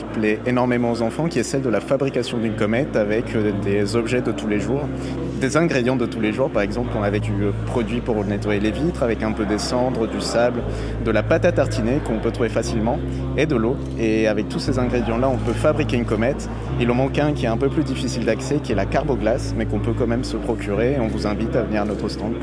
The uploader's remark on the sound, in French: Un reportage en itinérance durant le festival des Sciences et de l'Innovation. À la rencontre des festivalier·es et des chercheur·es.